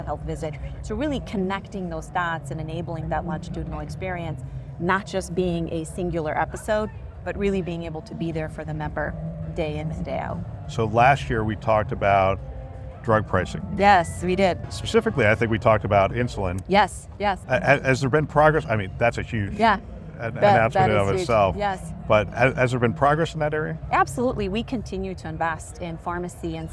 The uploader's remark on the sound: Interview in Action live from ViVe 2023